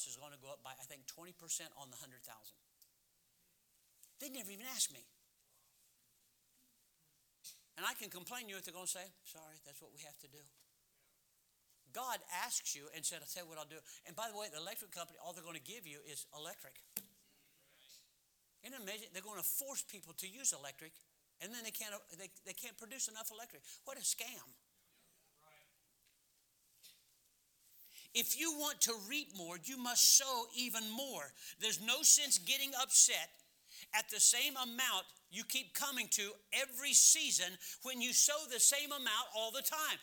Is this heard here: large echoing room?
yes